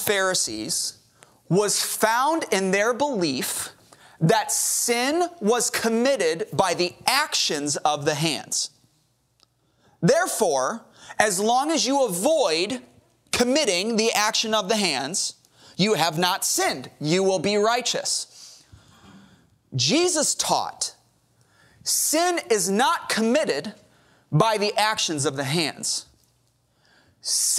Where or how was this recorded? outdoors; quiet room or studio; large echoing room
large echoing room